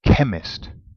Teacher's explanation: Where's the emphasis on that word? Well, it always falls on a vowel, and it's chemist. So it's on the E, yeah?